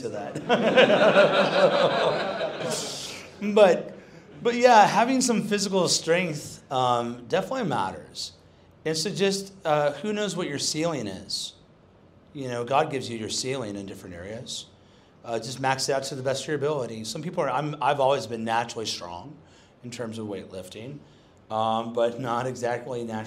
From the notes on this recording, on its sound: hosted on the night before Stand Firm Conference 2023 at a bespoke Men's Muster held in Fortitude Valley, Brisbane.